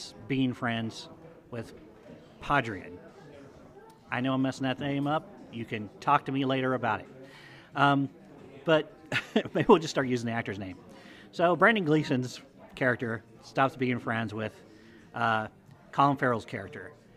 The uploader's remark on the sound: Heads to a local Irish pub. This episode was recorded in front of a live audience.